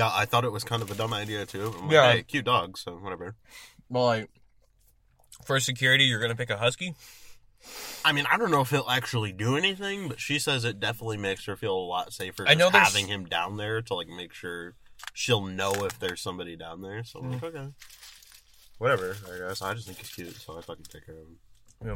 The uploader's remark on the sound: From the Car